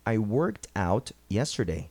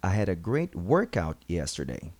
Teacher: Perceberam que na primeira frase a ênfase vai no out e não no worked? · Shown in: first take